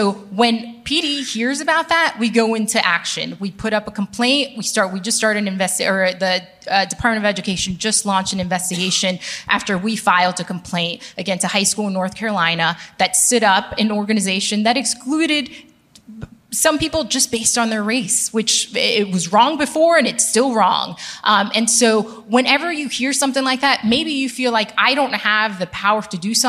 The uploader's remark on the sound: Panel at The Gathering